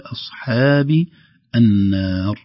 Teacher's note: ترقيق النون مع المد وليست النار، إذن نحذر من تفخيم الحاء بمدها وكذلك تفخيم النون بمدها، نقول أصحاب النار.